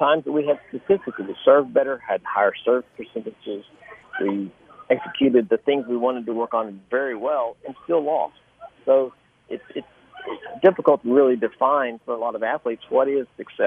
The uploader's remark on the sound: LIVE from Wimbledon.